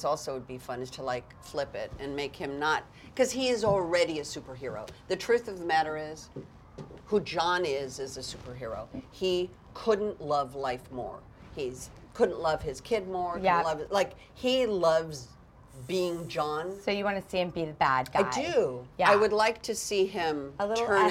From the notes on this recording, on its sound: On location at Comic-Con. New York Comic Con.